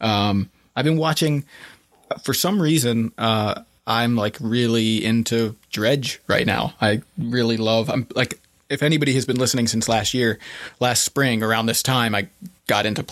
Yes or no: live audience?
no